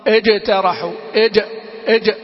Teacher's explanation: وهناك من يبالغ في شدتها حتى أنه يدخل عليها حرف الدال وينطقها من أطراف من طرف اللسان مع أصول الثنايا، يقول كده مثلا إد ترح إد إد، لا الجيم من وسط اللسان وليست من الطرف